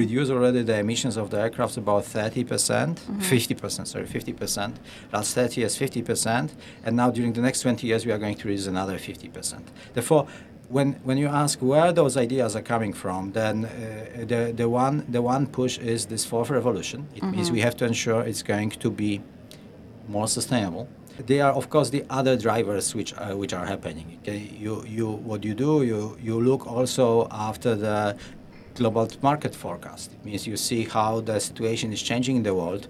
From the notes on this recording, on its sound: Looking Outside comes to you LIVE from the Dubai Future Forum. LIVE from Dubai. Looking Outside comes to you LIVE from the Dubai Future Forum, the largest gathering of futurists in the world.